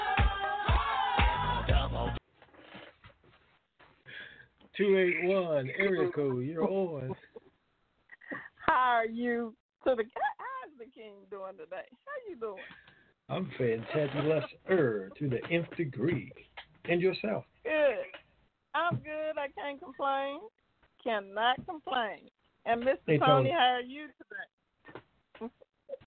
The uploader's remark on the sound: TNTSuperfantastic Conference Call